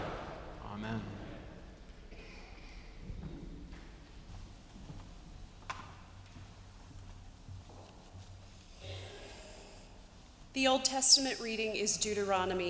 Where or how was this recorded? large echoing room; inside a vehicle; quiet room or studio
large echoing room